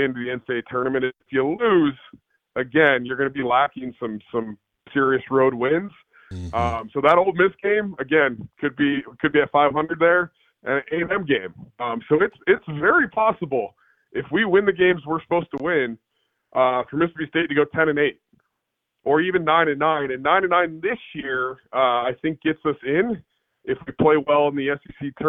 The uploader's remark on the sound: On the Farm Bureau guest line. Now live in the BankPlus Studio.